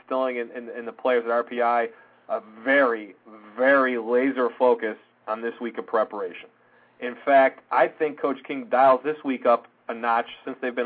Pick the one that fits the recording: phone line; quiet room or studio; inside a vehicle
phone line